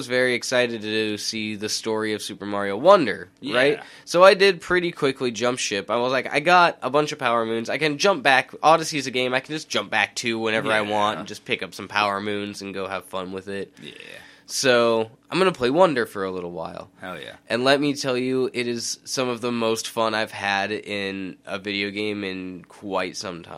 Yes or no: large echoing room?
no